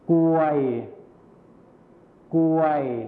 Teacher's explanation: นะเฉลยเลยไหมคะ ภาพนี้นะครับก็คือกรวยนั่นเองครับภาพนี้ก็คือคำว่ากรวยนั่นเองนักเรียนลองอ่านพร้อมกันสิครับกรวยอีกครั้งนึงครับกรวยลองอ่านฝั่งนี้สิครับกรวยกรวยนักเรียนสังเกตเห็นความแตกต่างไหมครับกรวยคำแรกนะครับก็คือภาษาไทยมาตรฐานนั่นเองครับส่วนกรวยคำที่2ก็คือภาษาถิ่นอีสานนั่นเองครับมีอะไรหายไปคะ เราจะสังเกตเห็นว่าใช่ไหมคะใช่แล้วครับ ก็คือคำควบกล้ำที่เป็นรอเรือหายไปนั่นเองนะครับ